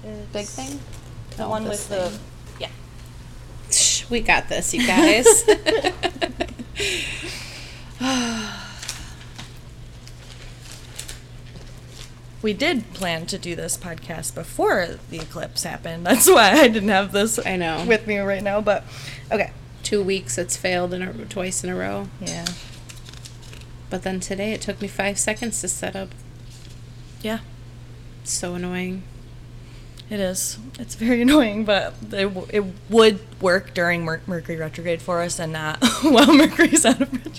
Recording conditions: background noise